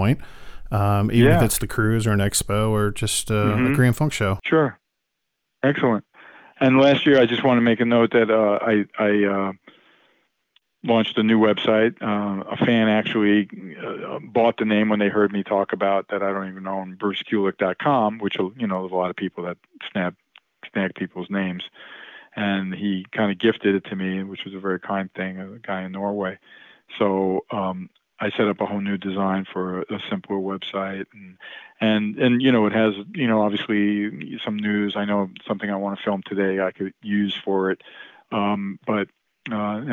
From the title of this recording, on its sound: calls into the ROCK LINE